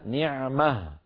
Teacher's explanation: نعمة منونة مرفوعة يوقف عليها نعمة، فلا روم ولا إشمام فيها لأن التاء المربوطة التي آخرها ضمة وتنوين رفع انقلبت إلى هاء ساكنة حالة الوقف.